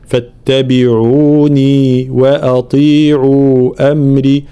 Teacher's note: مدود متساوية بمقدار المد الطبيعي